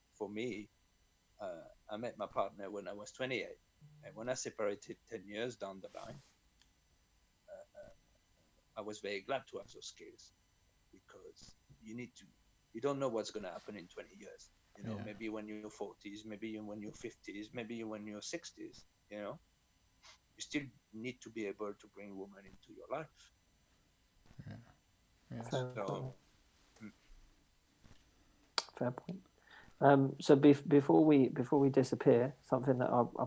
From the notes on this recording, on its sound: We are practicing social distancing and recording this podcast remotely - please accept our apologies for the occasional dips in sound quality.